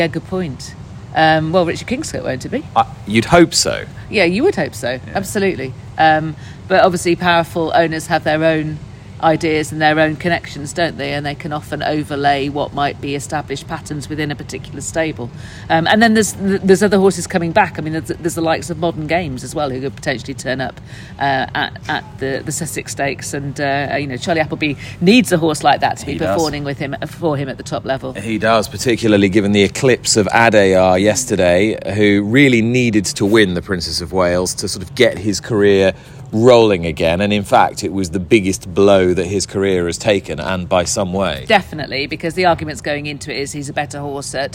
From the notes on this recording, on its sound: on the middle day of the Boodles July Festival at Newmarket